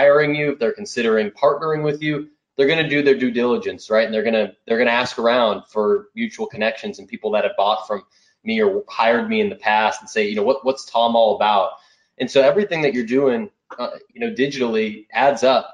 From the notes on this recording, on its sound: This episode is the audio from a previous webinar